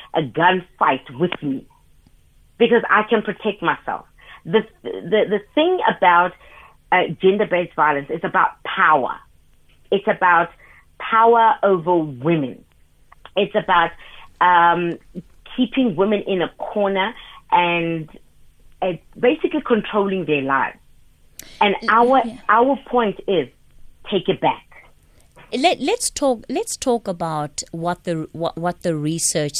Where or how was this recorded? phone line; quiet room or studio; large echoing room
phone line